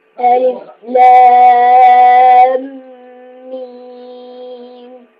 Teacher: بين اللام والميم غنة إدغام